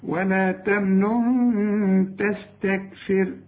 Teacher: ولا تمنن تستكثر، هنا في نون، 2 نون، نون مضمومة والنون التانية بدون تشكيل. النون التانية هنخفي بقى ونغن علشان التاء من حروف الإخفاء.